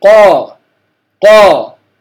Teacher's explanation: لما أنطق بالقاف أشعر أن اللسان يرتفع ارتفاعة واحدة عند النطق به، فأقول قا قا، يرتفع اللسان أو جزء من اللسان عند النطق بالقاف. · Term: الاستعلاء